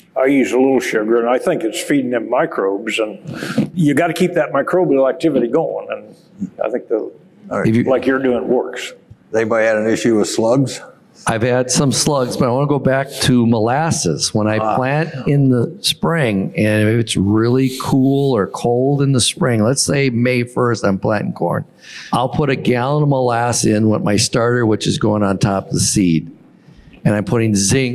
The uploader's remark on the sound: In this rapid-fire panel discussion from the 2023 National No-Tillage Conference.